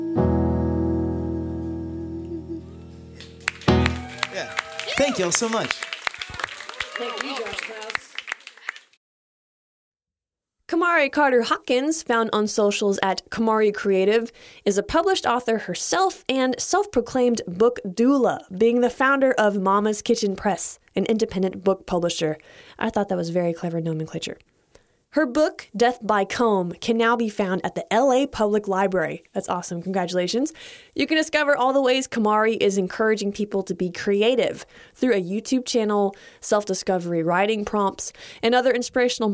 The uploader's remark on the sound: Recorded live at Late at the Lake, at Mozart's Coffee Roasters in Austin, Texas on Tuesday, May 10th, 2022.